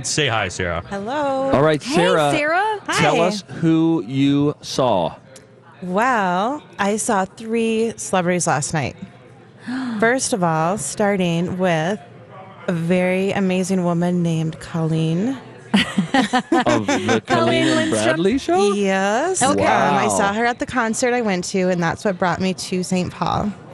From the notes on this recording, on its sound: Live from The AC Hotel!